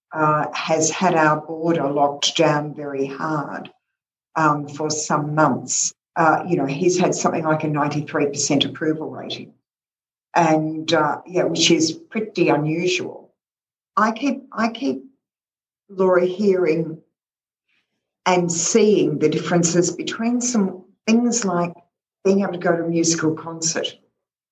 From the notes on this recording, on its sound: This call was recorded on Zoom.